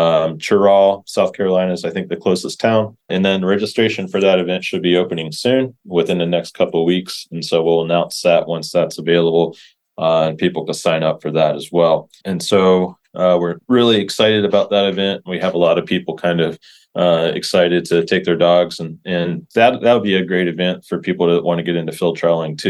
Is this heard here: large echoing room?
no